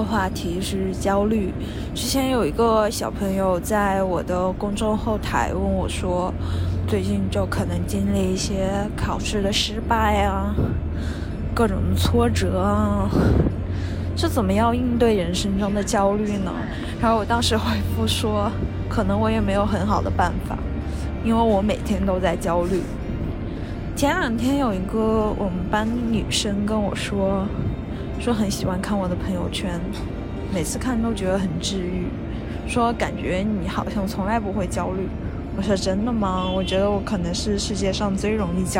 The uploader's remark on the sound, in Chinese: 在伦敦醉酒/散步才是正经事。录制于和朋友喝完酒后回家途中，因此会有地铁和公交车以及风声的杂音。